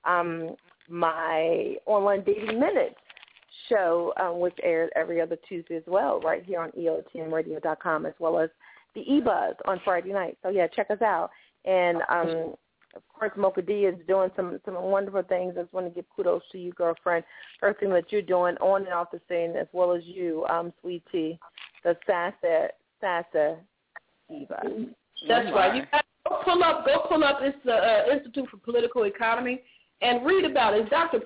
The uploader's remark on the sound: opens up the phone lines